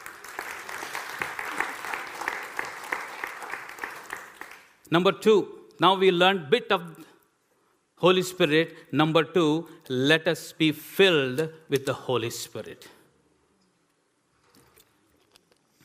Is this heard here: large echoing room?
yes